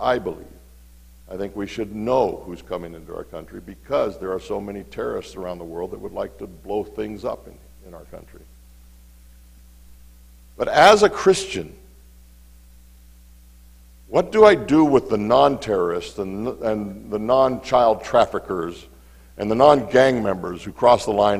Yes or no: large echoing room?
yes